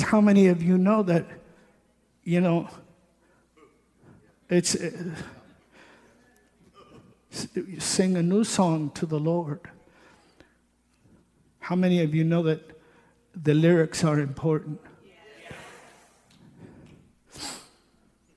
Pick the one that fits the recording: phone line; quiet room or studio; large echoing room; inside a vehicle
large echoing room